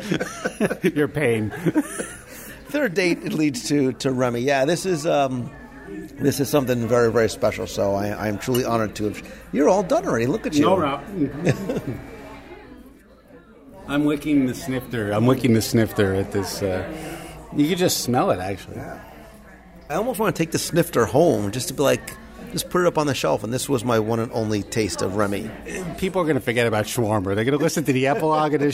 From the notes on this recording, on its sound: Live Review of Mizner’s Lounge at Disney’s Grand Floridian Resort. I invite you sit alongside me at a quiet, quaint table at Mizner’s Lounge at Disney’s Grand Floridian Resort and Spa for a live restaurant review.